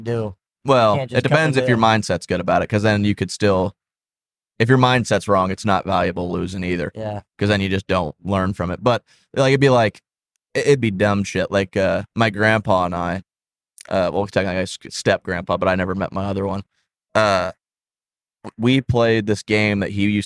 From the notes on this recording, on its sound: Set up the mics in the Tacoma as we're headed for the mountians to shred the gnar. Lost most of it due to technical difficulties with the mobile set up.